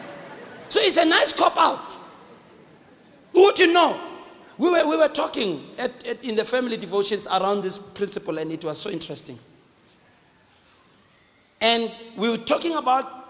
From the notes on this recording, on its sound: Preached on the 7th of February 2016 at GBC Pimville